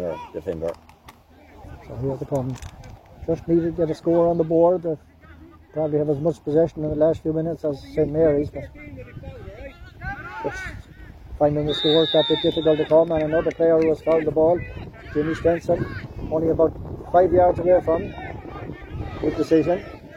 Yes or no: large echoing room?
no